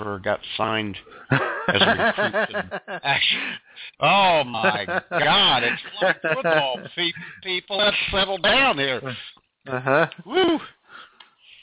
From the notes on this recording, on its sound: All of this frivolity plus your phone calls with your favorite games of all-time.